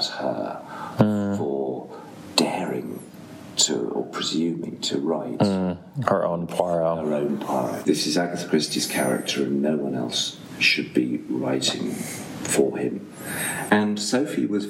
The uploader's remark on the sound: I was thrilled to sit down with him in Torquay at the International Agatha Christie Festival